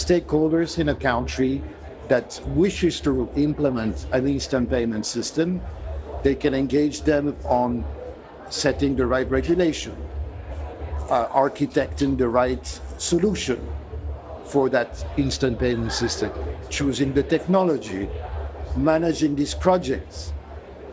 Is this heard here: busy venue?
yes